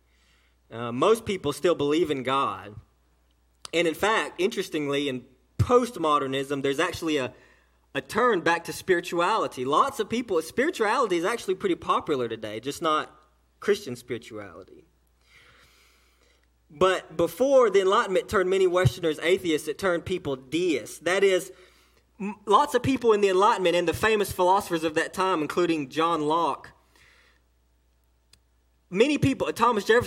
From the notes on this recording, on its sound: A message delivered to Cottondale Baptist Church in Eastman, GA